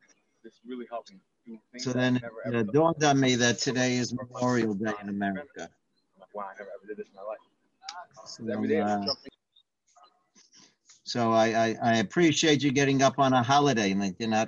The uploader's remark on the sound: Live On Zoom.